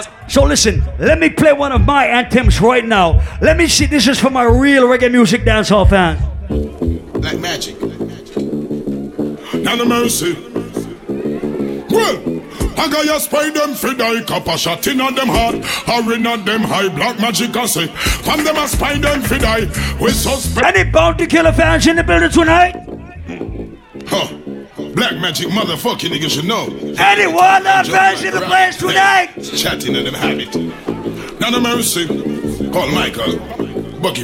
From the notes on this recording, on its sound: Live audio recording of my set at island saturdays